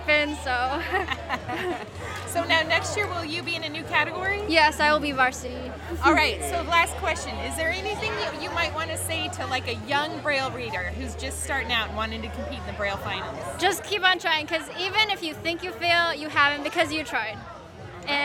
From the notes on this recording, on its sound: Capture audio from the Braille Challenge Finals held in Los Angeles this June.